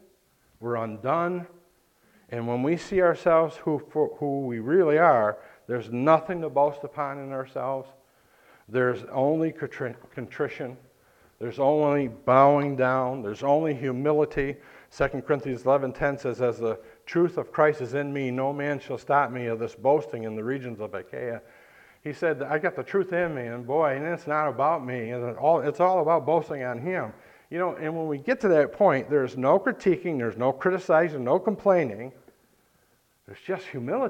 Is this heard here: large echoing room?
yes